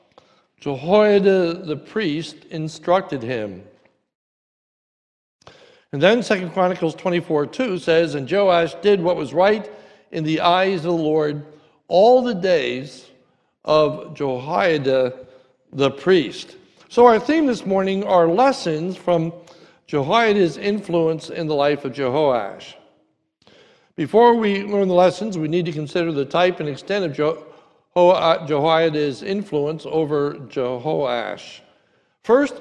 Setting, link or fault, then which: setting, large echoing room